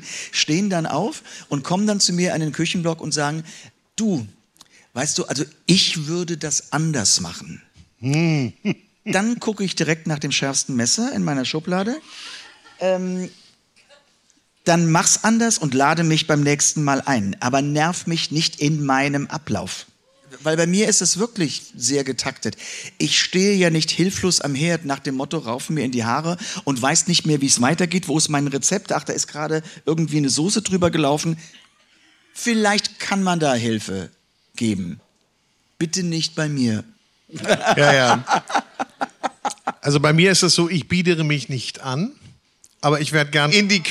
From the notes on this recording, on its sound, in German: Es ist auch eine ganz besondere Episode, da wir erstmalig live vor anwesendem Publikum im KENT Club in Hamburg aufgezeichnet haben.